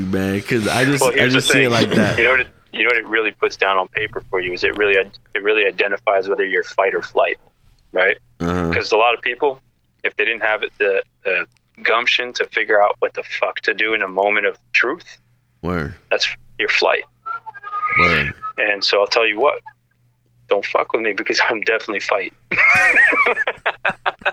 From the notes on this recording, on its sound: Our First Phone Call Chat